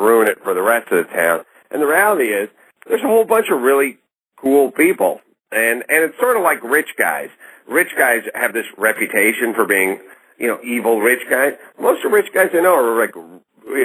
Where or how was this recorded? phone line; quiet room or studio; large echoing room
phone line